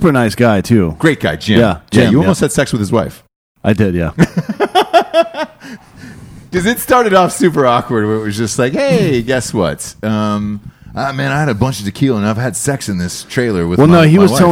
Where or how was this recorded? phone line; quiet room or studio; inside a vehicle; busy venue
busy venue